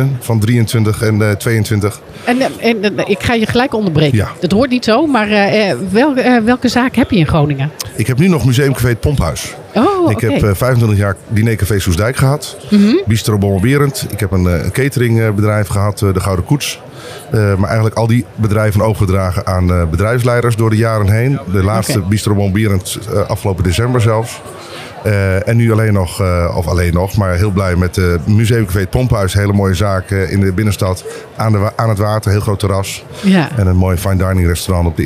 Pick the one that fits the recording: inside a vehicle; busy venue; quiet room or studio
busy venue